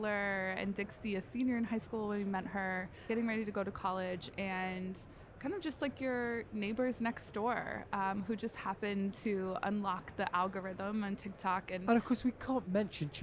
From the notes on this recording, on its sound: Recorded live in the heart of New York City during NRF 2023.